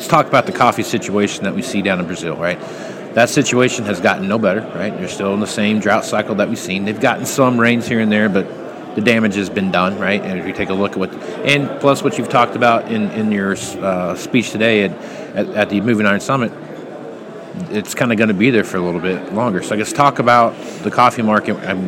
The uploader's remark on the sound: live at the Moving Iron Summit